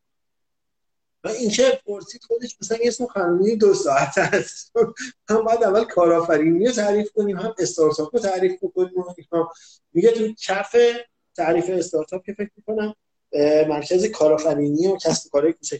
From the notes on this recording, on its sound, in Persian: فایل صوتی اینستالایو